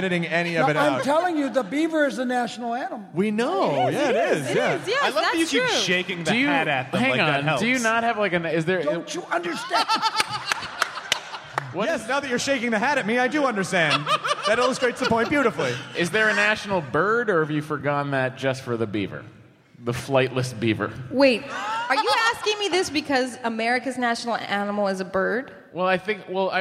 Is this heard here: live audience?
yes